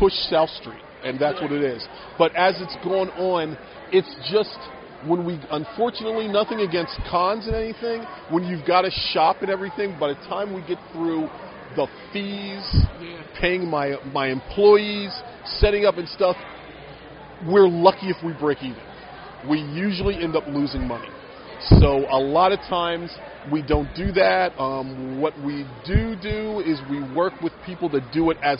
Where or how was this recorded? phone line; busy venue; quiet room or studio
busy venue